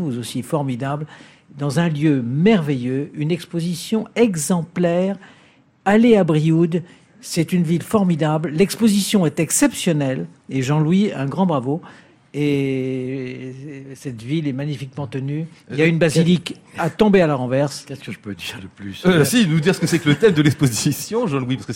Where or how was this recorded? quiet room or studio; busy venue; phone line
busy venue